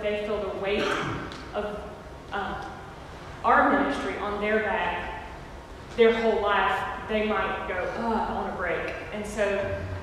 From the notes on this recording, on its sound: recorded Sunday, February 23rd 2020 at our 11:00am worship service